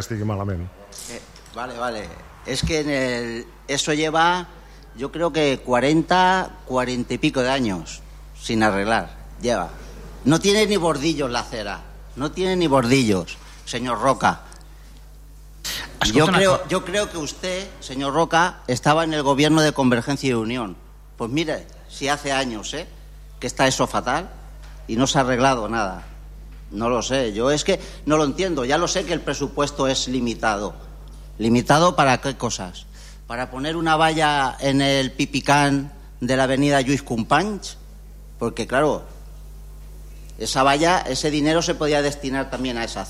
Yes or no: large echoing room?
yes